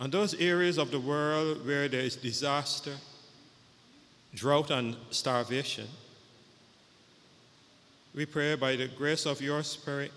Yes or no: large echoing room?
yes